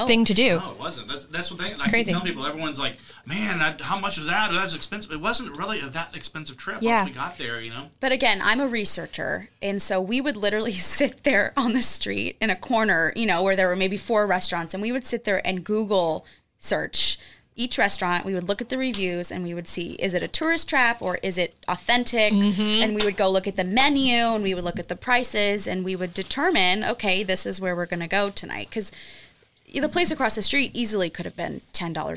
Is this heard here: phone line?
no